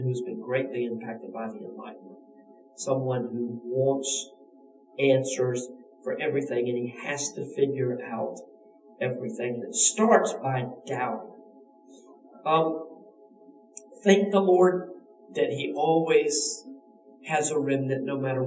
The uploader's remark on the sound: We apologize for the sound quality due to technical difficulties.